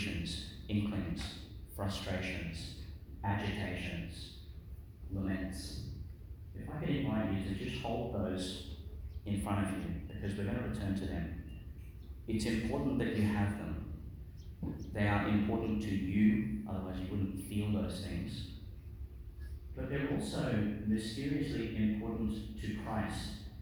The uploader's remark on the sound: delivered in Our Lady to Star of the Sea, Qld.